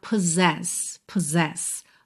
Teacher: esses dois S do meio vão ter som de Z